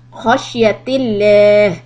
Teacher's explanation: because of the kasra on khashyati, then next Allahi becomes lam soft